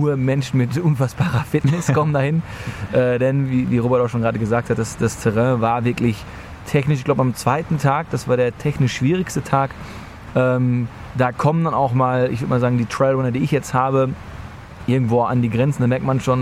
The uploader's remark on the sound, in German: Live vom Trail aus den Alpen. Daher haben wir live auf dem Trail ungefähr in der Mitte unseres Thruhikes am Abend zwischen Bäumen und Bächen im Camp eine Folge aufgenommen. Real live Zeltgespräche-Folge.